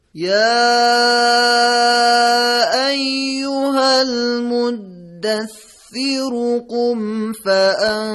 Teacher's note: وقتی ما آیه اول رو با آیه دوم وصل کردیم در این حالت را به صورت مفخم خونده شد